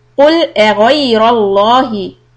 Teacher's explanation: ألف soft, غين heavy, را heavy, لفظ جلالة لام heavy